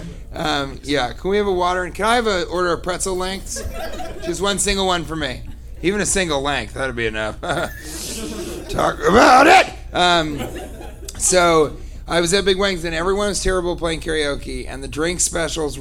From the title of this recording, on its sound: Live from Oxnard Levity Live